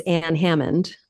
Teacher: that nasalized A, generally before nasal consonants